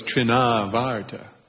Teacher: The A doesn't have a line over it, but because it's followed by an R and a T, which is two consonants, it's long.